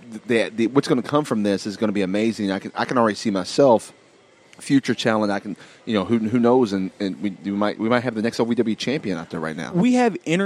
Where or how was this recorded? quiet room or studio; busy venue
busy venue